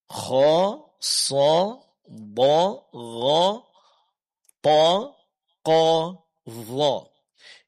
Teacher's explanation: vokal suara hurufnya ketika dia berbaris fathah itu berbunyi o · Term: huruf-huruf isti'la